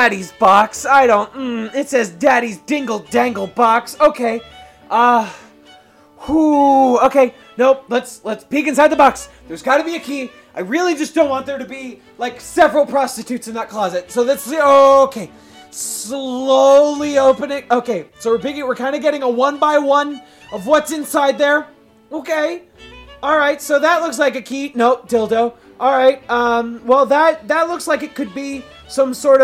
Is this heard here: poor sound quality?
no